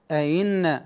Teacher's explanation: والمكسورة تسهل بينها وبين الياء